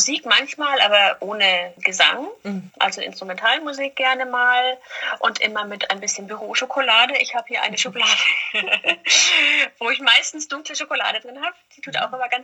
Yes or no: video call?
yes